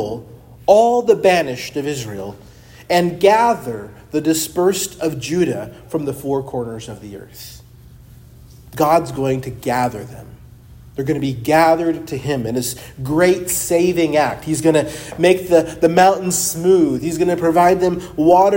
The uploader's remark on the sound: preached at Christ Our Savior Baptist Church